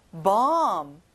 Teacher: 어 소리가 나고요. 끝에 b 발음은 안 나요.